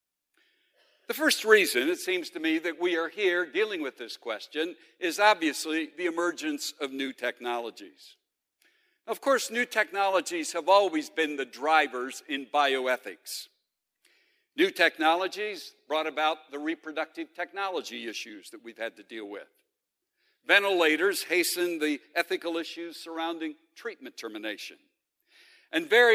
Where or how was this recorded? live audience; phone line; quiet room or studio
live audience